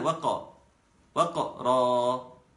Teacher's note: واخد بالك ان القاف ساكنه وتقلقل